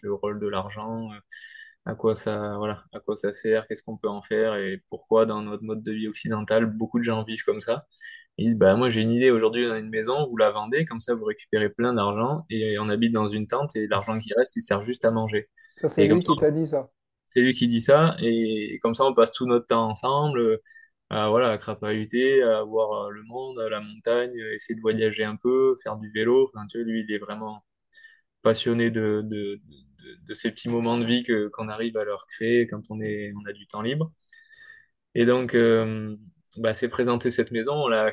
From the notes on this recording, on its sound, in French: Nous avons enregistré en novembre 2023 à distance.